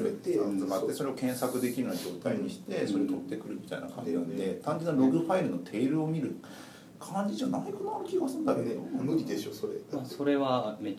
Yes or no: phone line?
no